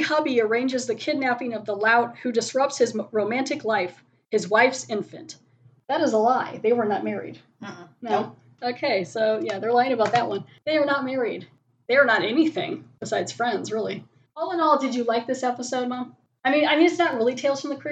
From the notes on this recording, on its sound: Sorry about the sound quality.